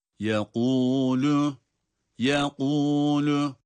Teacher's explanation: Yekûlü hem kalın hem de kalkale olmadan okunma şekli doğru olanıdır.